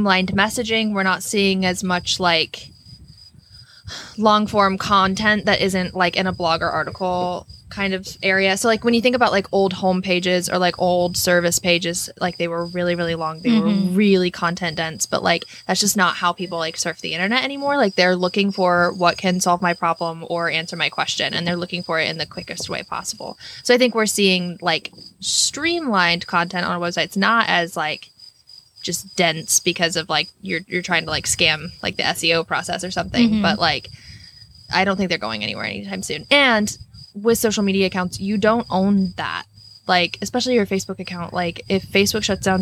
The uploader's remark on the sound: Because we're proud midwesterners, we recorded this episode in person on a wagon in the middle of a cornfield.